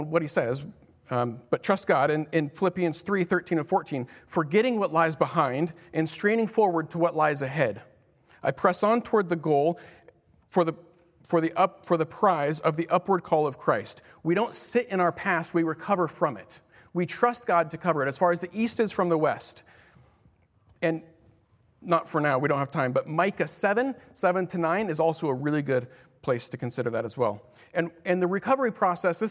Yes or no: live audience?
yes